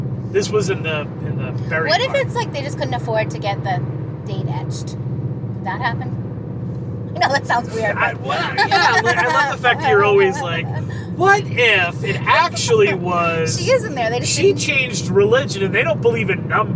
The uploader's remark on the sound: Hit the road on a somewhat spontaneous journey to the Boca Raton cemetery. It’s an “on the road” episode filled with background noise.